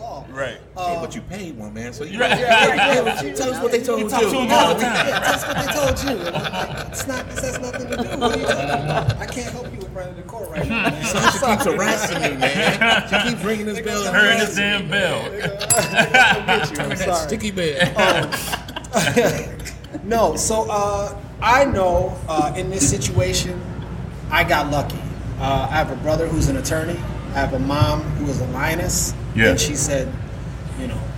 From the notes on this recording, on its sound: Live from Eastern Market Brewing